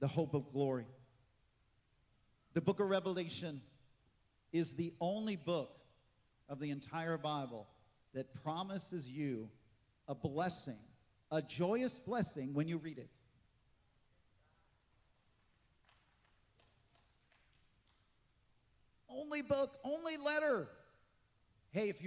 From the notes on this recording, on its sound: This message was recorded on July 16, 2023, at Gateway Church in Richmond, Indiana.